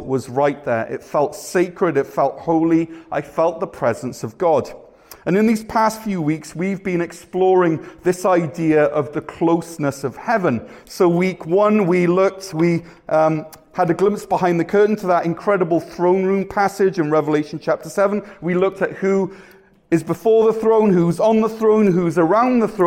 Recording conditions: large echoing room